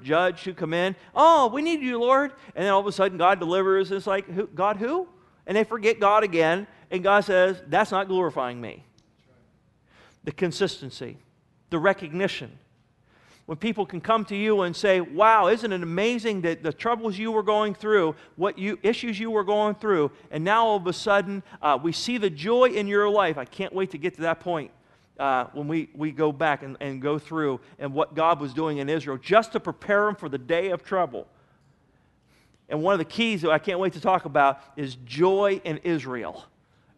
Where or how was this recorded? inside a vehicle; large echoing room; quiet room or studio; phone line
large echoing room